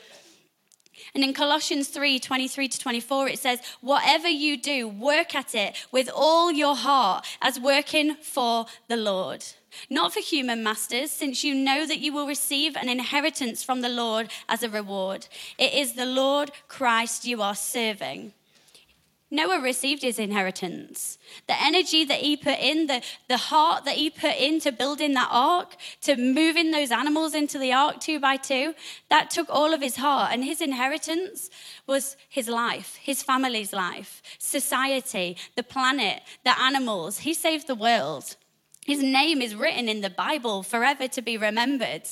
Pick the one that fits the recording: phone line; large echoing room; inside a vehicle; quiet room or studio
large echoing room